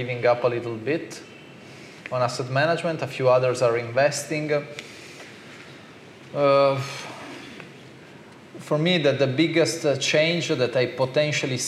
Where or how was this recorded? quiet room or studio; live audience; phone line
live audience